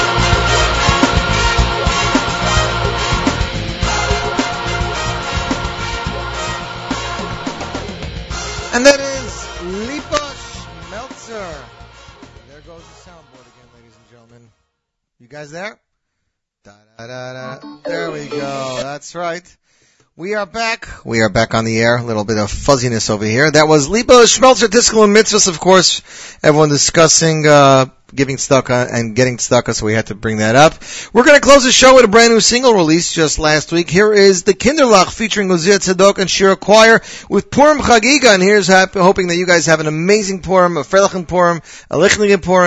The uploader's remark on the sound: On this edition of the Z Report LIVE. Had a few guests phone.